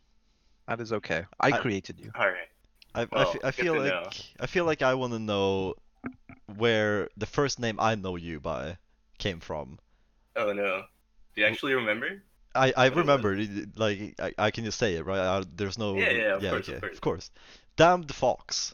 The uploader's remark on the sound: Scuffed mic-breathing in this pilot episode of The CBT Podcast.